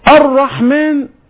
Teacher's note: بعد الهاء راء مشددة في النطق. الرحمن كل راء مشدد أو كل حرف مشدد قبله لام تحذف اللام نطقا.